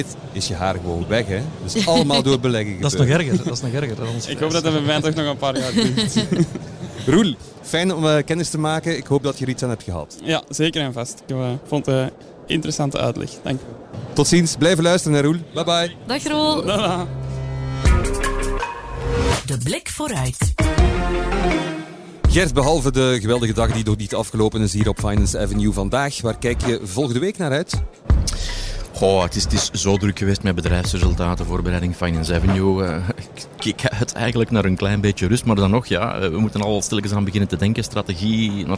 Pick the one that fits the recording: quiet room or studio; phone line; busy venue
busy venue